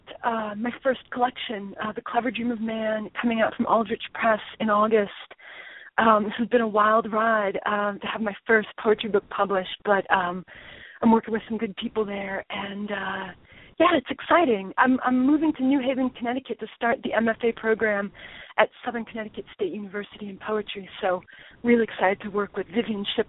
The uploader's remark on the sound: With callers, reading their poems, from Topanga Canyon, California, Glenridge, New Jersey, Birminham, Alabama, Merrick, New Jersey and Newburg, New York.